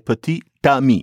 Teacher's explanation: the T that's only in the spelling, you have to pronounce it · Term: liaison